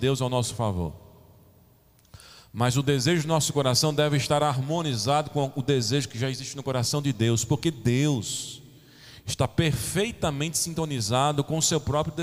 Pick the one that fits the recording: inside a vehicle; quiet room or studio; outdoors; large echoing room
large echoing room